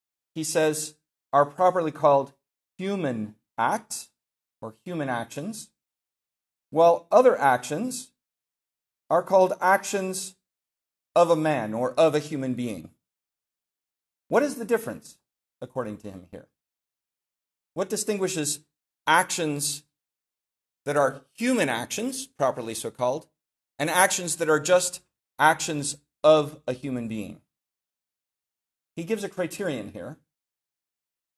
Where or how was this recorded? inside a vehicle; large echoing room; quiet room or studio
large echoing room